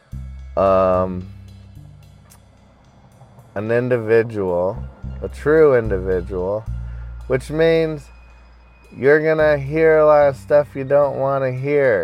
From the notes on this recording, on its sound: hanging out in my car today